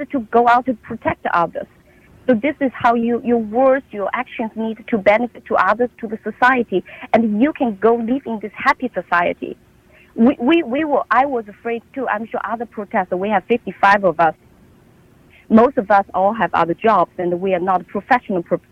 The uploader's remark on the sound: Callers from China call in to share their experiences under this murderous regime.